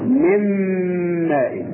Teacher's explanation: ندخل النون الساكنة في الميم · Term: الإدغام